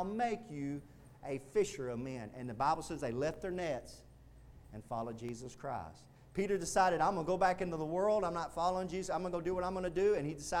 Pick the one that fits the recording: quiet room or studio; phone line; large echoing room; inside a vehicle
large echoing room